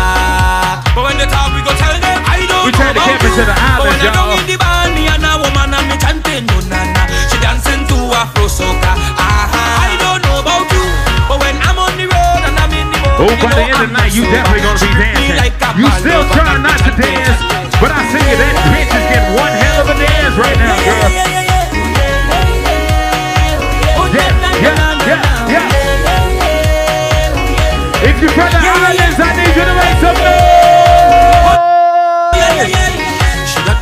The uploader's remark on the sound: AFRO BEATS AND VIBES LIVE AT THE CAMP IN HUNTSVILLE AL